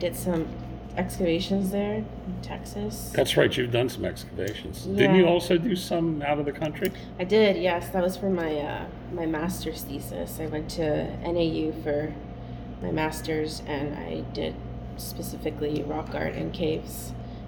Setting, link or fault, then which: setting, busy venue